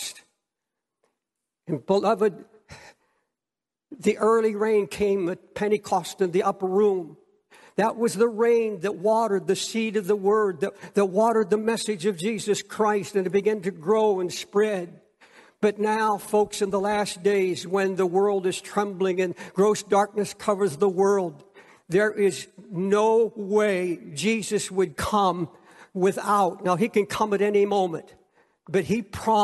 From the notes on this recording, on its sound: preached from Time Square Church